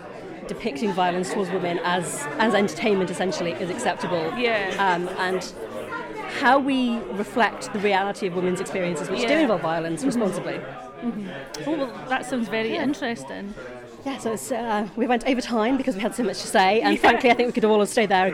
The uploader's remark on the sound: In our first episode on location. At the Bloody Scotland Crime Writing Festival, held in Stirling in Septemeber 2018.